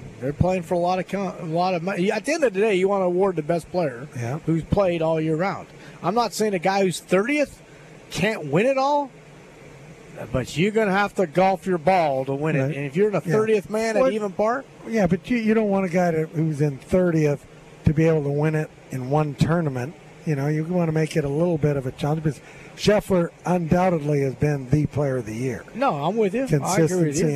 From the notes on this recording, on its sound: LIVE from Terry Thompson Chevrolet!